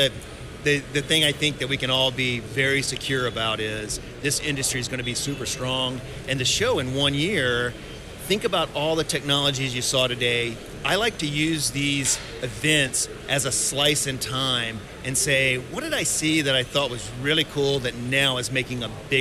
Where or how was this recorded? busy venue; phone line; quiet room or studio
busy venue